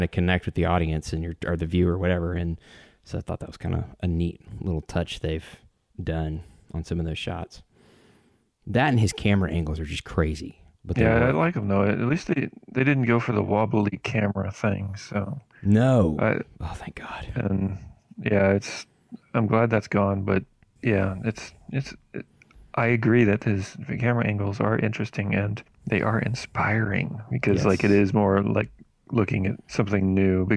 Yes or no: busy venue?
no